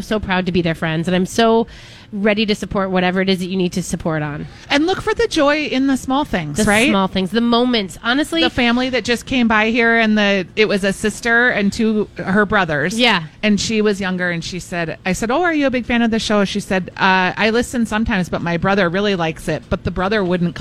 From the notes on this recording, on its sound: Live Broadcasting at EL Burrito!